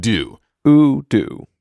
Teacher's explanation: Both of those give ooh a really strong prominence because ooh falls on the downbeat.